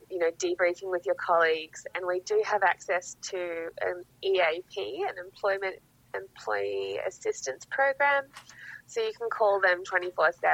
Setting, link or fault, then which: link, phone line